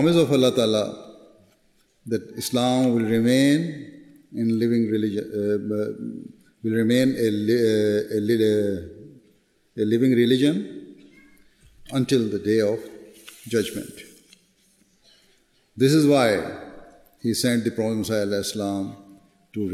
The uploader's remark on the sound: Address at the National Waqfat Nau Ijtema UK 2019